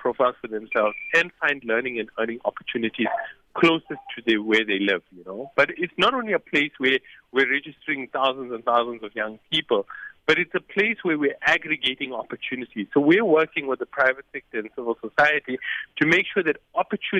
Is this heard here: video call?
no